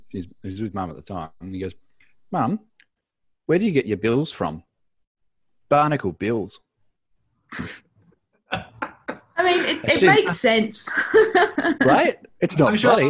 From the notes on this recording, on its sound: In the Spaceship Basement. Even through turmultuous Australian internet, and a zoom link that barely linked.